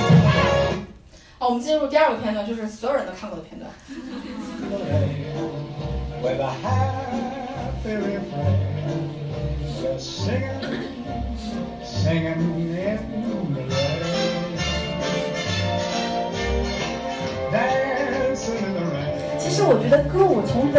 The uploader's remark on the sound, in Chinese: 本期节目为《电影聊养院》线下讲座